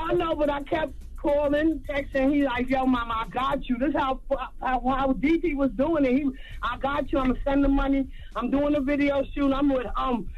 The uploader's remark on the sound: Today on the show we opened up the phone lines to see if any of our listeners have been scammed.